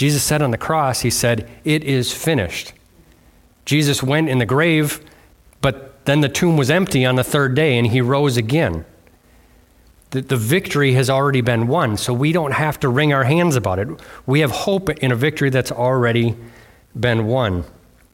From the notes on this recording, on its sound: was delivered on Sunday, January 28th at Bible Center Church in Maiden Rock, Wisconsin.